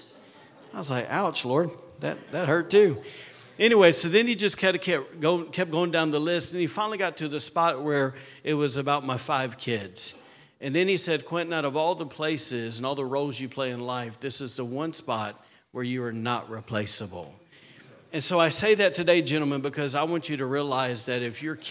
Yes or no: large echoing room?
yes